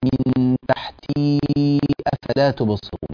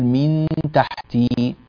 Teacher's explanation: لا، في علامة مد عندنا، لكن هذه العلامة الضبط مبني على الوصل غالبا، فنقول من تحتي أفلا تبصرون، يعني المد بسبب أن هناك همزة في حال الوصل نمده، لكن إذا وقفنا خلاص الهمزة غير موجودة، فنقول من تحتي جميل.